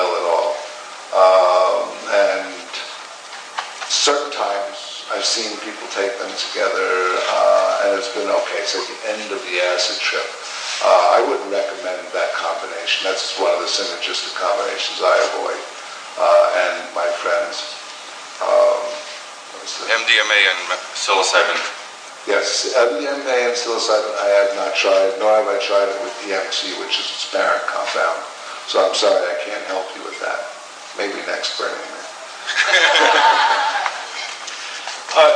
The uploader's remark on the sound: Palenque Norte lecture at Burning Man